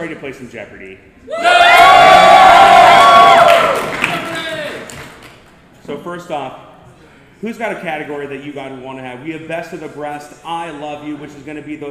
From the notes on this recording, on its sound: Anime Iowa Panel. The audio from our panel from Anime Iowa.